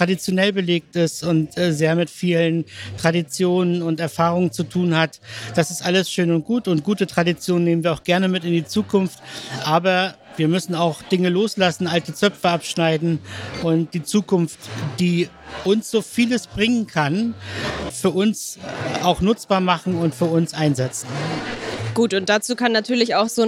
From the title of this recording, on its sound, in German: Live vom Spotlight Pflege